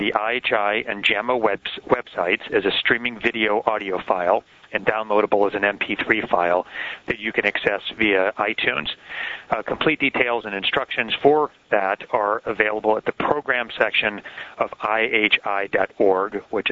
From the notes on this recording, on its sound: Author in the Room® Teleconference